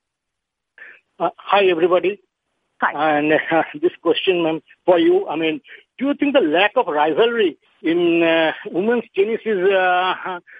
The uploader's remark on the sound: Australian Open Conference Call